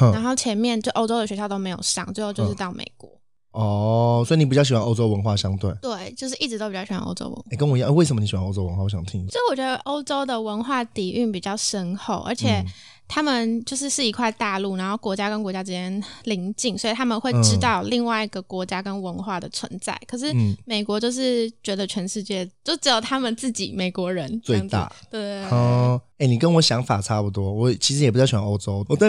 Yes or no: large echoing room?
no